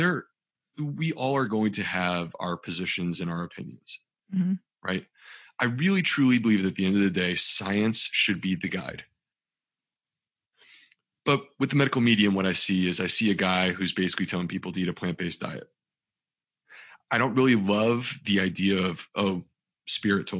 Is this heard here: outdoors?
no